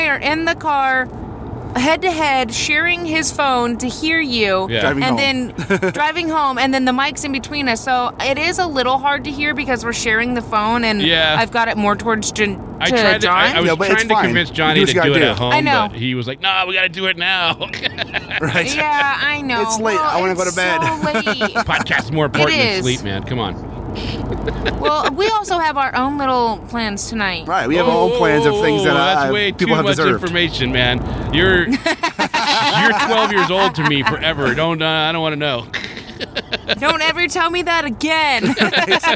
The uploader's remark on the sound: Emerald City Comic Con 2018 Day 3! Live!